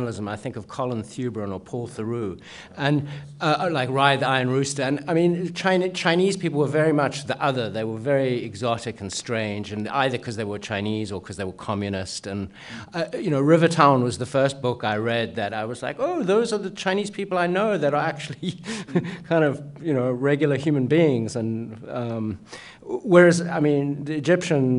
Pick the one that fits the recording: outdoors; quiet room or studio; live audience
live audience